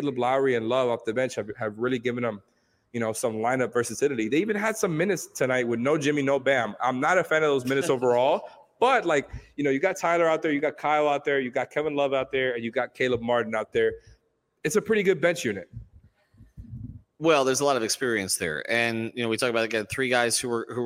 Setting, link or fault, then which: setting, busy venue